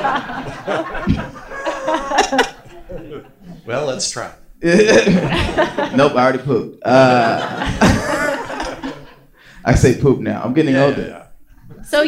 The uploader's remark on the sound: Live from Just For Laughs 2019